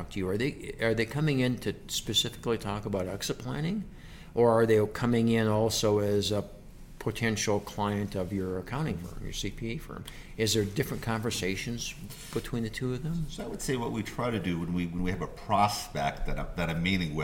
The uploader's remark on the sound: during BEI's 2019 National Conference